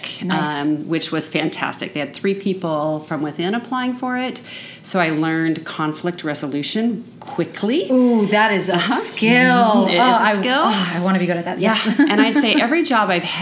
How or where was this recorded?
busy venue